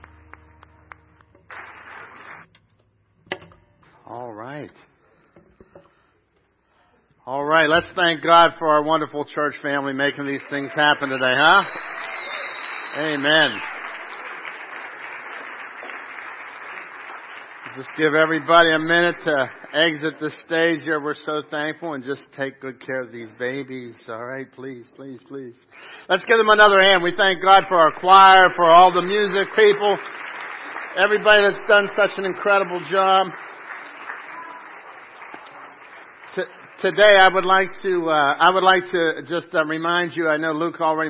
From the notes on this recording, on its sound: Crossroad Ministries Live Service